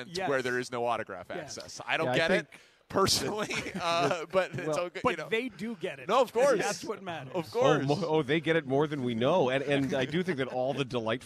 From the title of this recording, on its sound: Live from Cubs Convention